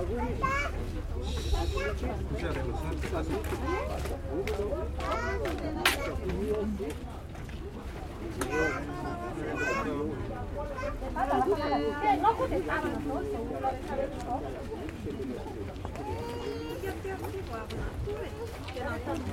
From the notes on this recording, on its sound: Calm day at the market in Antananarivo. Recorded with Sony PCM D100.